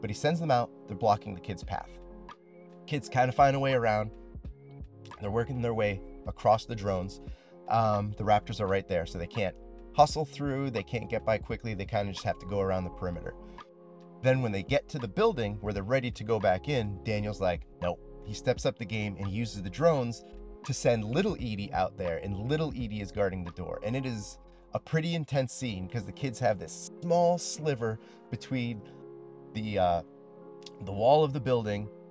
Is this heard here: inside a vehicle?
yes